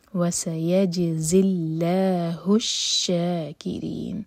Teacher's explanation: ہا کو شین سے جوڑا تو شین اسٹرانگ ہوا